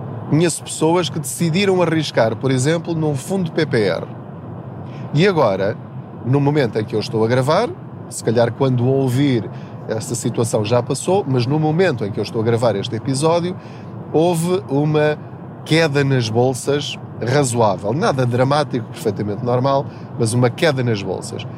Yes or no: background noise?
yes